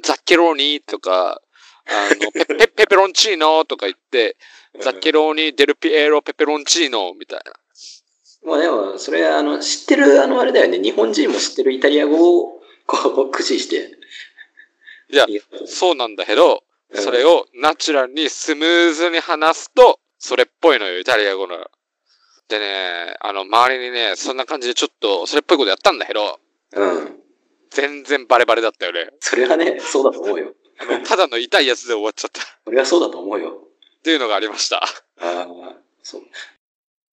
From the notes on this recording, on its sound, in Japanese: 録音技術と編集技術が後退したのか聞きづらいのは許してくださいな